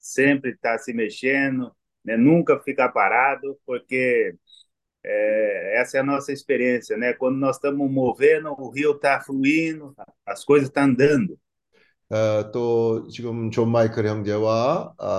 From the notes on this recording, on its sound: zoom meeting